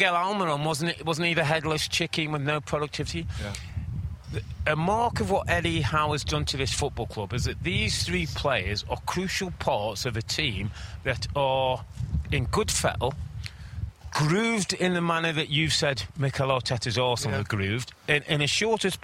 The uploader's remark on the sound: Special U.K. Trip Edition: Live From Elland Road.